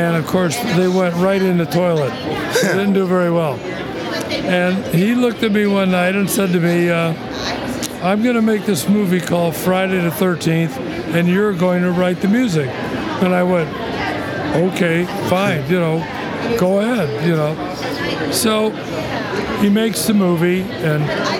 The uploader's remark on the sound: Recorded Live from the "New Jersey Horror Con and Film Festival" at the Showboat in Atlantic City, New Jersey.